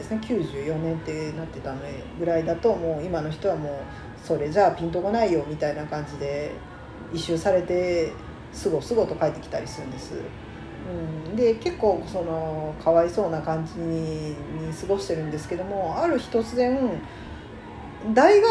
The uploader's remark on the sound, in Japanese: カラオケルームで収録してるので、バックに雑音がかなり入ってます